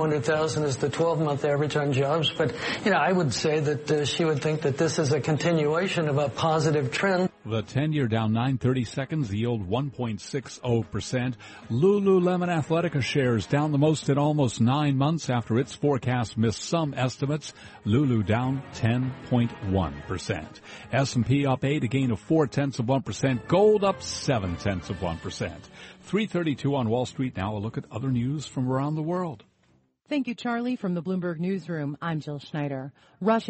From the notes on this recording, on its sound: Live from the 2016 US Open in Flushing, Queens.